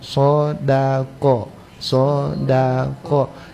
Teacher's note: Sebab dengan pelan-pelan itulah kemudian kita bisa pastikan mau baca so tebal, mau baca da tipis, mau baca ko tebal. Sehingga kalau orang mau baca cepat, so da ko.